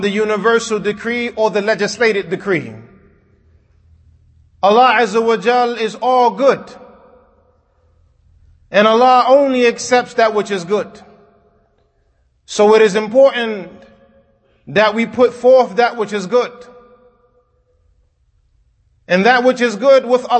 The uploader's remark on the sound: Kutbah given at Masjid Nur Allah, Queens, NY